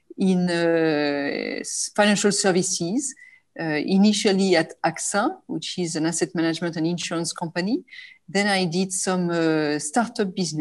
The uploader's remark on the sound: This special episode features a live panel discussion webinar recorded on 29th October 2020 in partnership with our title sponsor, Societe Generale.